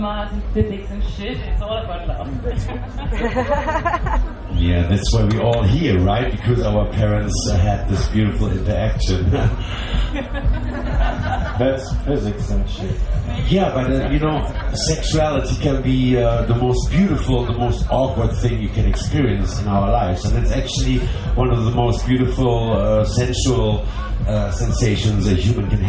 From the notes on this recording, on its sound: SPECIAL EDITION GARBICZ FESTVAL LIVE PODCAST JAM. Enjoy this lively musical experience that comes in poor sound quality but also as real as real can be.